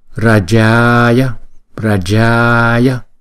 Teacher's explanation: Chữ J chúng ta đọc là J. Hai chữ A chúng ta kéo dài hai nhịp. Chữ Y thì chúng ta đọc một nhịp.